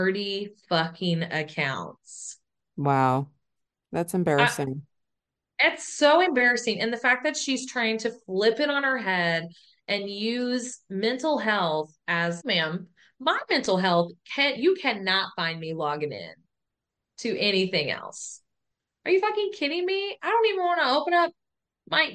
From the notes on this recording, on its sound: We're zoom, zoom, zoomin' this episode!